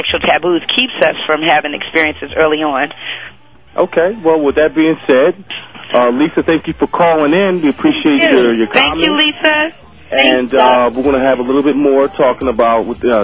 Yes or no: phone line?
yes